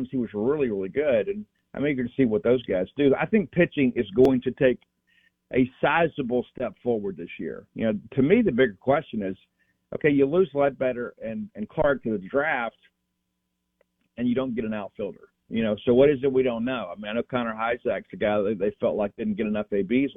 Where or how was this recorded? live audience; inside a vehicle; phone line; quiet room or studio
phone line